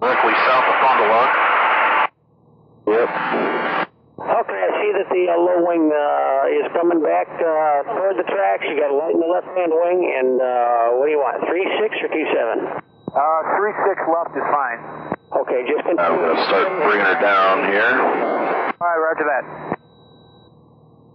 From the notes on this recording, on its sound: Back to a cockpit audio episode this week. This is an Oshkosh arrival.